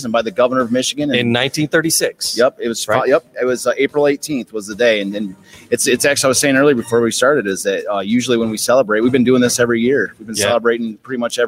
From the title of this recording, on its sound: Live from Detroit Historical Museum